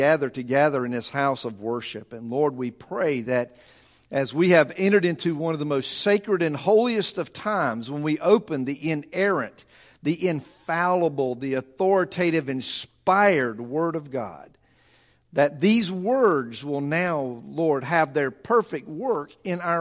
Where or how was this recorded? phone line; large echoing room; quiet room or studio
large echoing room